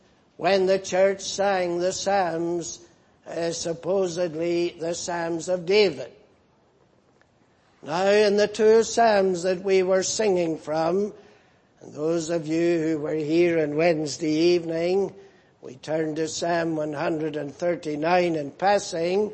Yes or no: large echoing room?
yes